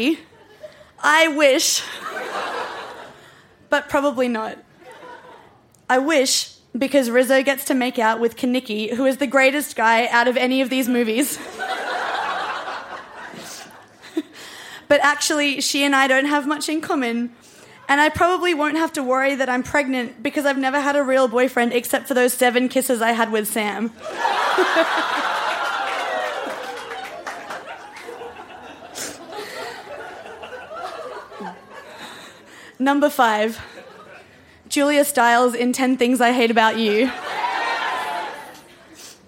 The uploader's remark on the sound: Recorded live at the Woodford Folk Festival.